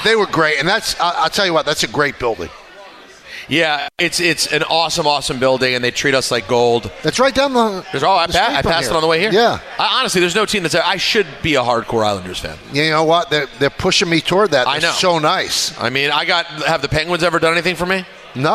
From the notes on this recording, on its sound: LIVE from Plattduetsche Park.